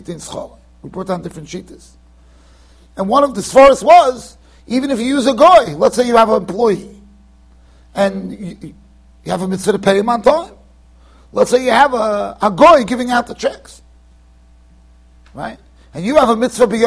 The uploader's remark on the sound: Shiur recorded in Yeshivas Ohr Reuven, Monsey NY.